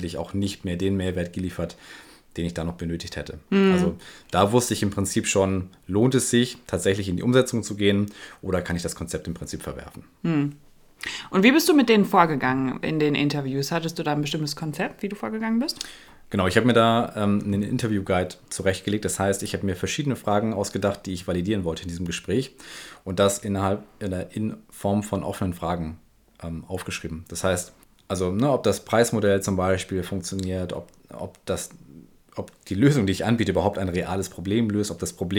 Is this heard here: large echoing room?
no